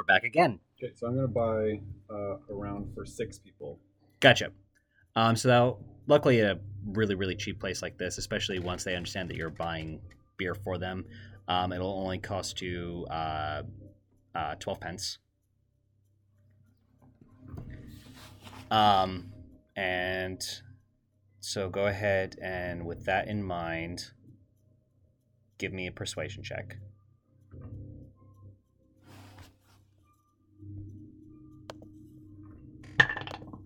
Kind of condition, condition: fault, poor microphone